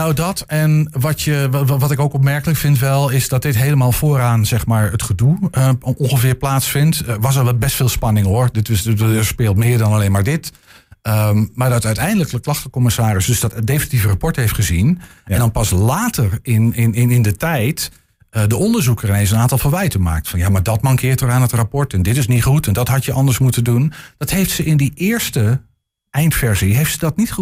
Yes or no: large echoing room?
no